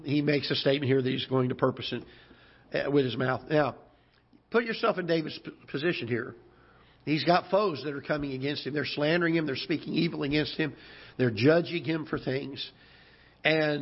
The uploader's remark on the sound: Ketha Heights Baptist Church ~ Live Broadcast